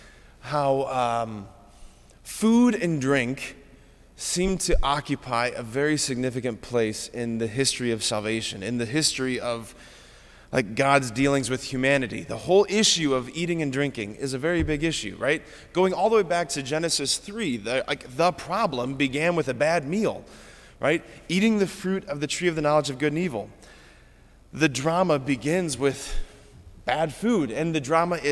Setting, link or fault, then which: setting, large echoing room